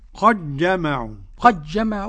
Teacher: إن الناس قد جمعوا، قرأ بإدغام دال قد في الجيم أبو عمرو البصري وهشام وحمزة والكسائي وخلف العاشر. قد جمعوا ليس بحرفين كما يقول هؤلاء، وإنما نطق بجيم معطشة مشددة